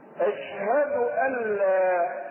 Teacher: أشهد أن، مخففة من الثقيلة، واللام بعدها فتنطق مدغمة إدغاما كاملا. أشهد أن لا سواء كتبت أن لا تدغم إدغاما كاملا بلا غنة